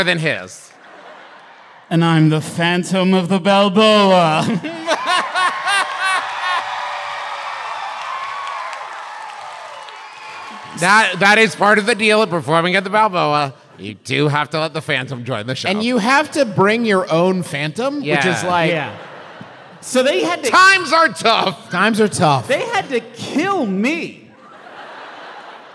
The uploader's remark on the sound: Live (at the time) from The Balboa Theater for San Diego Comic Con, it’s a very fancy episode. San Diego Comic Con was a live show.